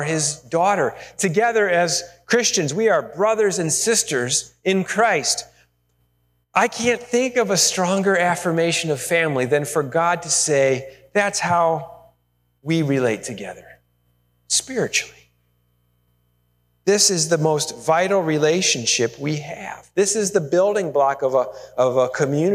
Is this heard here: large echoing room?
yes